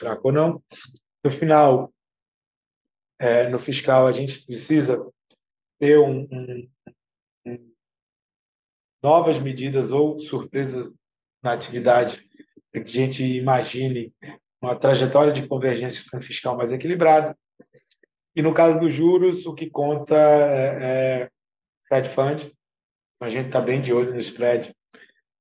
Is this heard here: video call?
yes